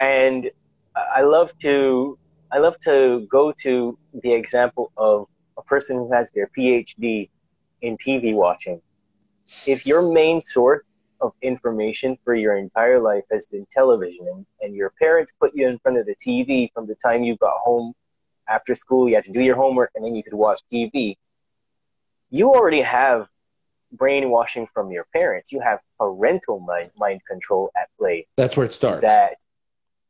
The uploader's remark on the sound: LIVE on Instagram